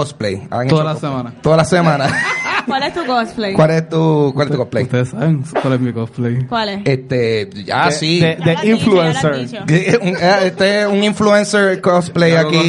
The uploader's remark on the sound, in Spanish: fue grabado como parte de la serie #RoadToPRCC2019 en la tienda The Bookmark localizada en San Patricio Plaza